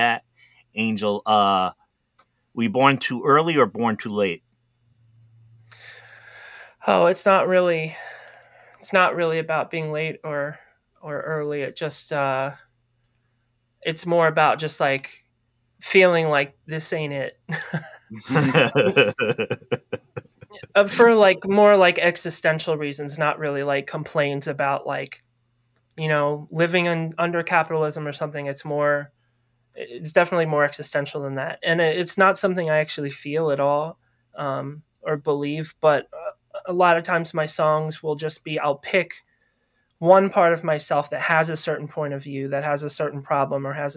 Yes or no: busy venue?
no